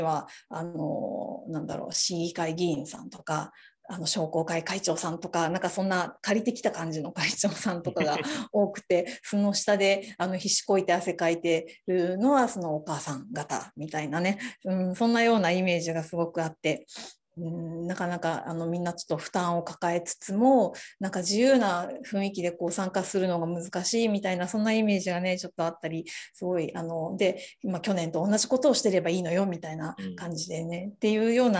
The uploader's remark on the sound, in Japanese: 収録場所： オンライン (Zoom)